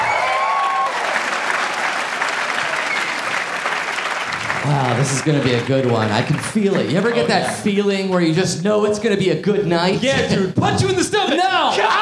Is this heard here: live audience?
yes